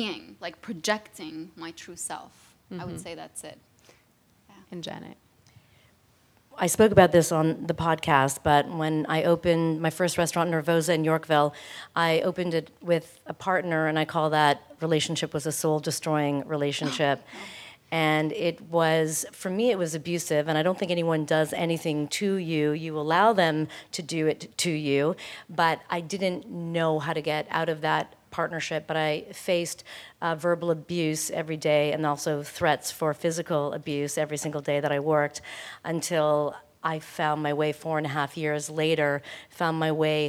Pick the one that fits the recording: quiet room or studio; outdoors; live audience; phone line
live audience